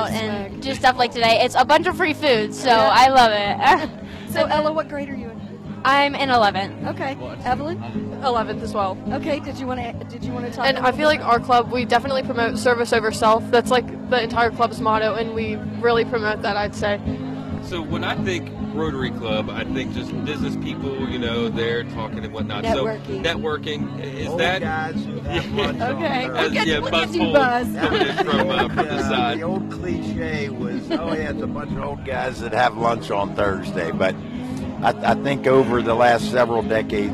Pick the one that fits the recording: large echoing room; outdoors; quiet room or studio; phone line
outdoors